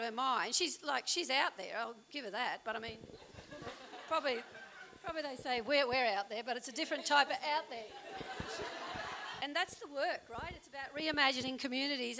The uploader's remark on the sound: a recording from the Trans Prisoner Solidarity panel held in Woolloongabba